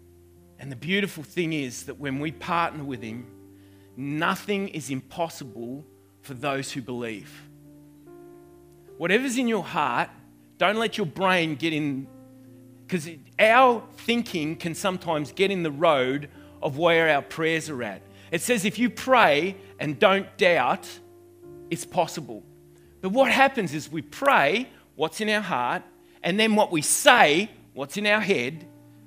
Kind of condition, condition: setting, large echoing room